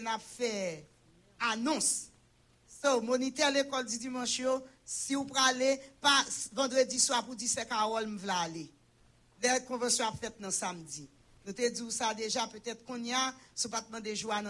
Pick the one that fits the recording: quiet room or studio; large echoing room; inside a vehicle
large echoing room